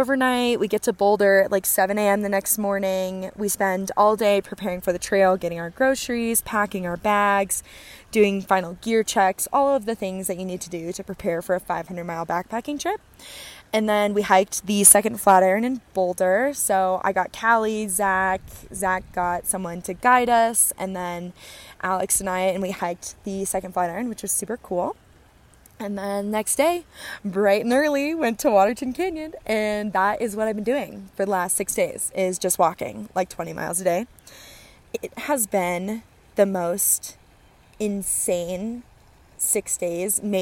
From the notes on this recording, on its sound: Episode 8 has arrived live from the Colorado Trail!